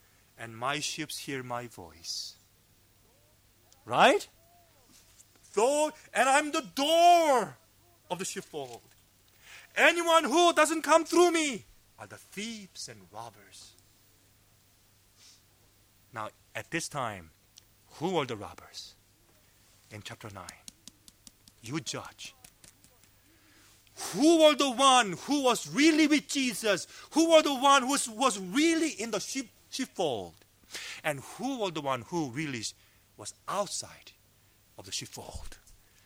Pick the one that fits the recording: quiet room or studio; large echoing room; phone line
large echoing room